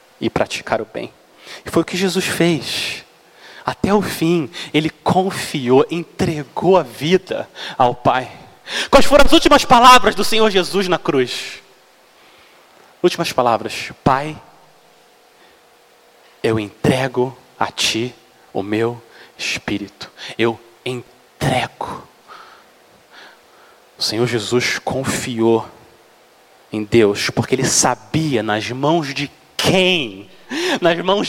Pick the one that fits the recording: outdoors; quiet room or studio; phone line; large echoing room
large echoing room